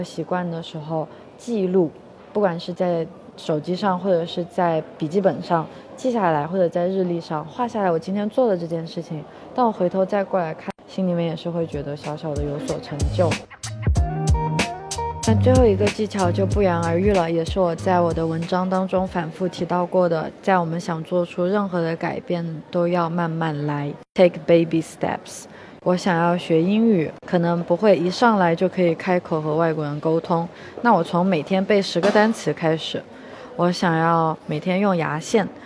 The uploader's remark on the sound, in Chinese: 这一期在克罗地亚的杜布罗夫尼克机场录制